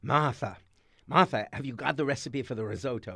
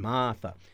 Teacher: They would rasp the R's and stretch out the vowels.